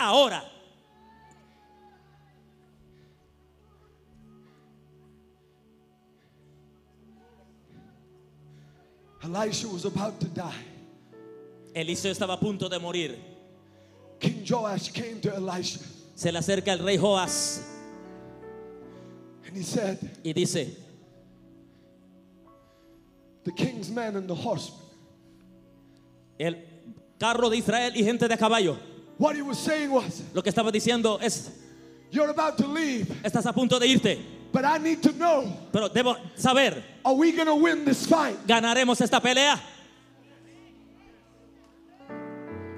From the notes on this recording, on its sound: Sermon recorded during the Bay Revival. The Bay Revival is a spiritual awakening of the Christian faith that started at the Church of His Presence in Daphne, Alabama.